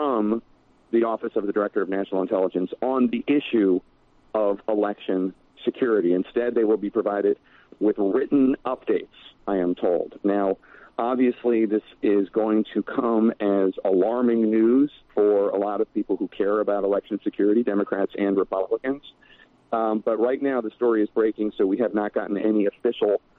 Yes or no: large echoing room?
no